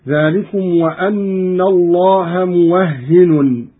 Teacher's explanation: قرأ قالون بفتح الواو وتشديد الهاء وتنوين النون هكذا: ذلكم وأن الله موهن.